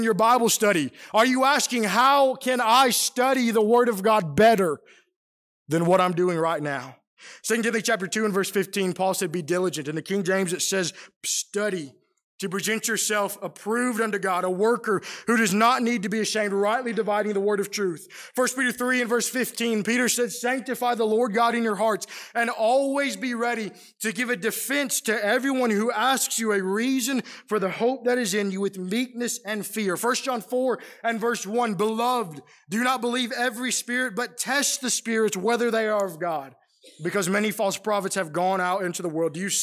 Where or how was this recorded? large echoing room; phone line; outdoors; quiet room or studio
large echoing room